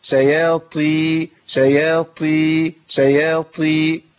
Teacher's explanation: جبت تاء مهموسه بس مفخمه شويه، شابهت الطاء في الايه؟ في الصوت، لكن مش طاء. طالما طلع معاك نفس وحسيت بنفس، ده بقى بيبقى كتير قوي قوي في كسر الطاء.